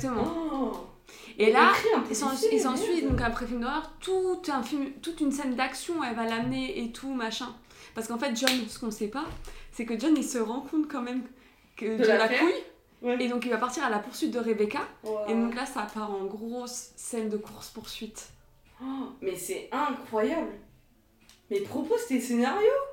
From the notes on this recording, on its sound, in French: Désolé par avance pour le son, dans quelques épisodes, ça sera mieux !